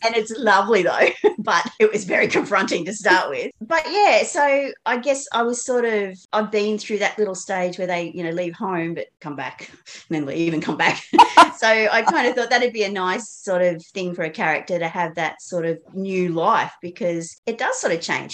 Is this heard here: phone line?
no